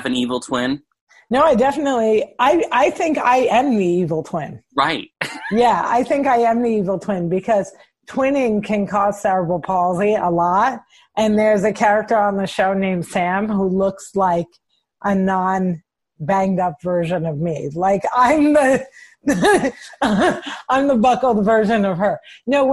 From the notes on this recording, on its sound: She connected with me via Zoom during the coronavirus pandemic to check.